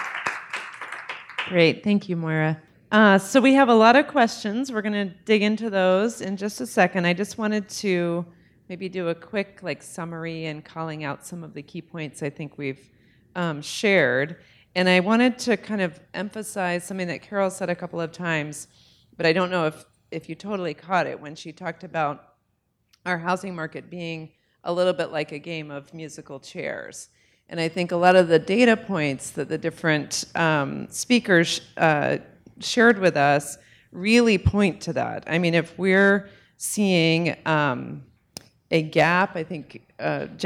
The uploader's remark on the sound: At the Anchorage Museum. About Addressing Alaskans features local lectures and forums recorded at public events taking place in Southcentral Alaska.